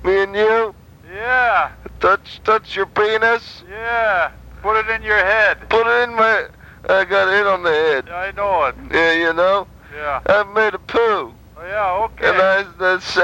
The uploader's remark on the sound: Prank Phone Calls.